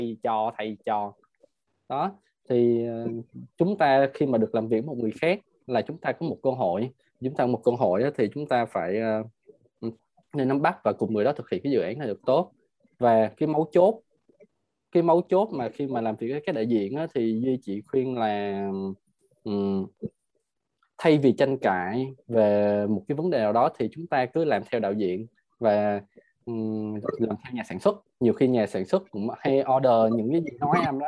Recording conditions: video call